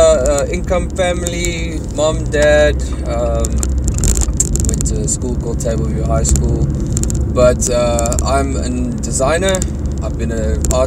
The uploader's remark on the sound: To experience the gloomy rainy Pretoria. This podcast was recorded in my car please excuse the rain and sound effects. We are on the go impromptu guys!